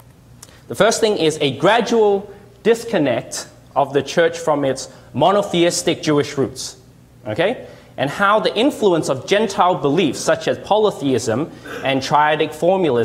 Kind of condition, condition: setting, live audience